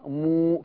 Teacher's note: الميم اللي وراها همزه، بعمل لها صله الميم